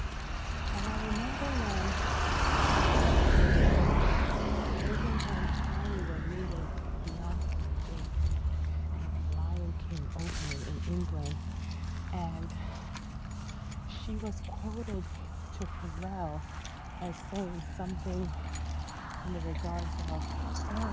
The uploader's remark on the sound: Truly amazing and wonderful to hear all the surrounding sounds. While in the neighborhood.